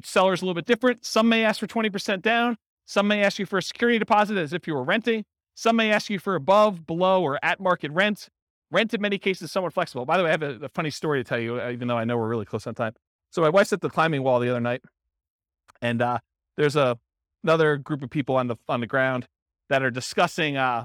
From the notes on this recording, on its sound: This was a live class recorded